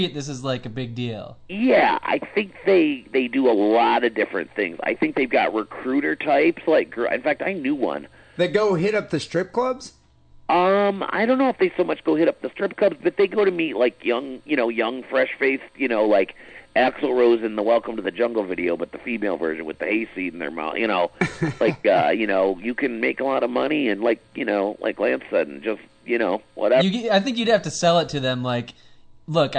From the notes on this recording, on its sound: Some amazing SW Hotline Calls (phone orgasms included)!